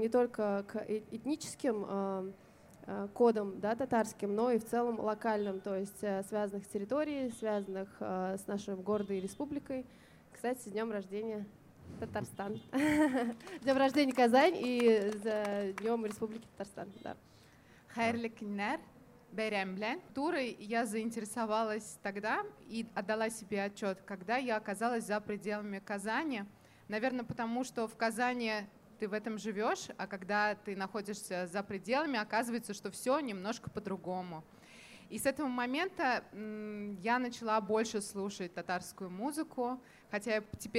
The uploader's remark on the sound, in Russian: Чуть больше месяца назад наш подкаст пригласили на фестиваль национальной одежды «Миллие кием». На открытой записи мы поговорили.